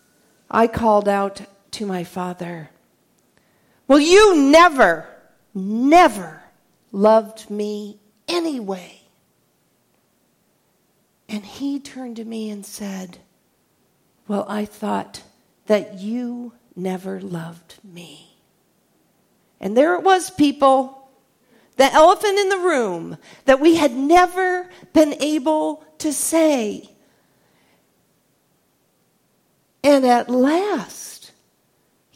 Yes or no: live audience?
yes